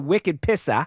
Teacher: Leaving the R sound off the end in that classic New England way of talking.